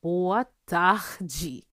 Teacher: It feels so weird in my mouth to say, to like have that H sound in the middle of the word, but that's typically how it is with Portuguese, or at least Brazilian Portuguese. If the R is in the middle of the word, it sounds like an H.